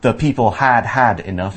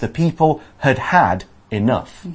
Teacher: when you see the had had next to each other, you always say the first one short and the second one longer · Shown in: second take · So not the people had had enough, it's the people had had enough.